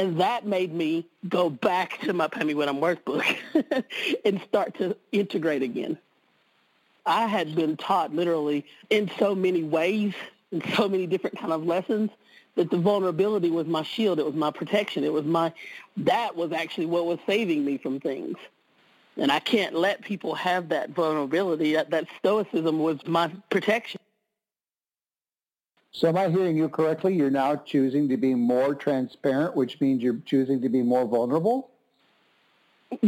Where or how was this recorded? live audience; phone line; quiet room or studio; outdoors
phone line